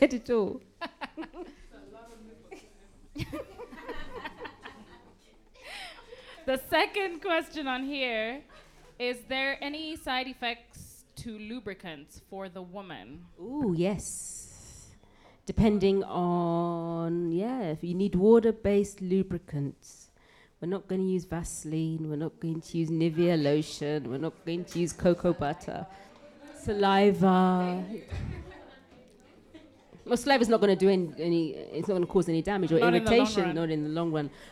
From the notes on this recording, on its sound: at a LIVE podcast recording with a few lovely spreaders